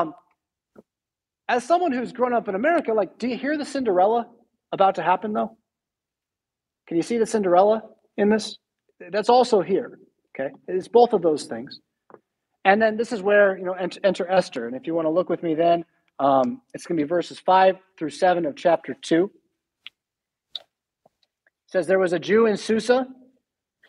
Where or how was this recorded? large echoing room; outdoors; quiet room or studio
large echoing room